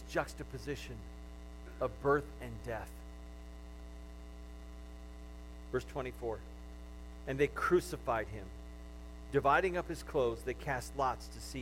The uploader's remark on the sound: The audio of the message from Palm Sunday weekend at GFCC.